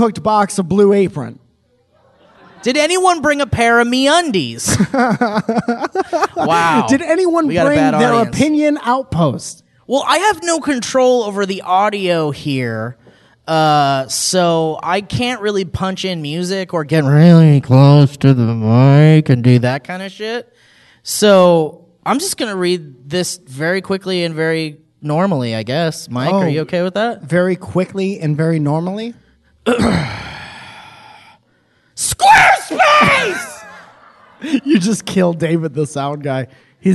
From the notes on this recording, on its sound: LIVE from San Diego Comic Con. Live in front of a capacity crowd here at SDCC.